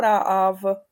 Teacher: Jo, a tady je rá, to je první, to je první slabika, a je druhá slabika, ale je přízvučná, takže čtu dlouze